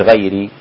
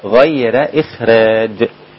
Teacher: إخراج مش غيري، هي الراء مرققة بس مفتوحة · Shown in: second take · يعني زي مرققة ومفتوحة، لأن ورش لا يعتبر حركة الراء، إنما يعتبر حركة الحرف الذي قبله.